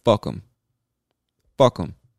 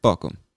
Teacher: So he completely removed the th from the word them.